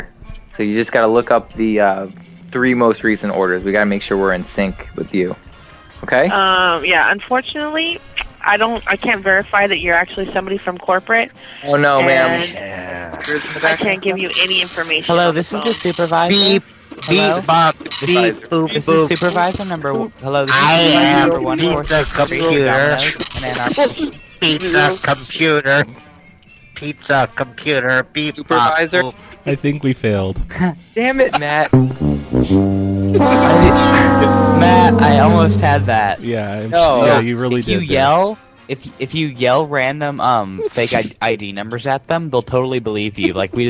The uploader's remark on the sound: …'s Personal Prank Phone Calls Collection.